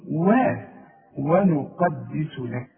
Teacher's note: القاف مفخمة وفي كلمة مشتركة فيها حرف مفخم والباقي حروف مرققة